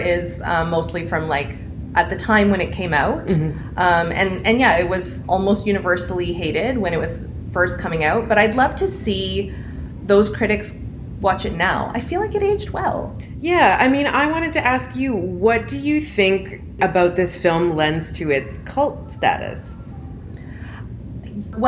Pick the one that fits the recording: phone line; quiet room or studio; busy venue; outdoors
busy venue